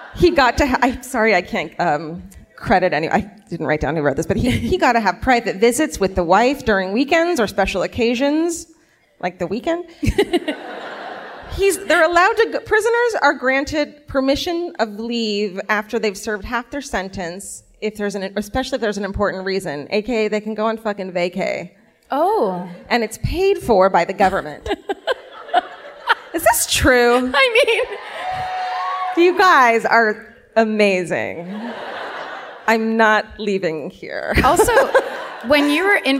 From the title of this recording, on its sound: Live at the Chinateatern in Stockholm